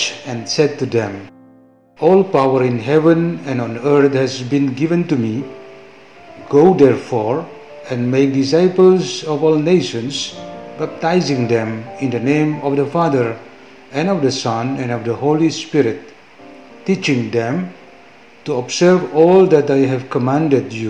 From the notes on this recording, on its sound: From the Church of Santo Yohanes Bosco in Jakarta, Indonesia. From the Church of Santo Yohanes Bosco in Jakarta, Indonesia. From the Salesian Community in Jakarta, Indonesia.